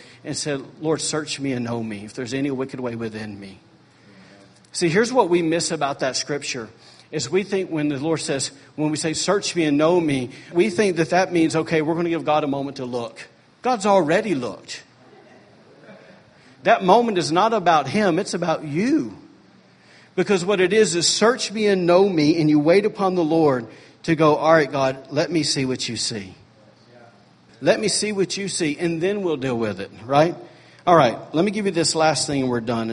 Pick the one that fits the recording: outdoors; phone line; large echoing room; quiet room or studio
large echoing room